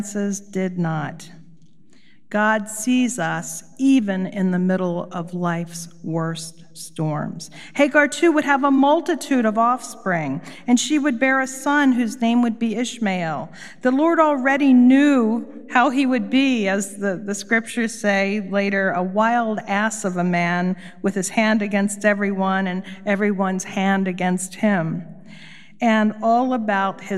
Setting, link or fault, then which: setting, large echoing room